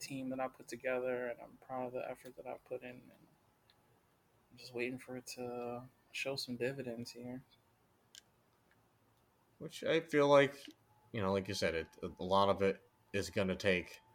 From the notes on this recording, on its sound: the microphone issue is still there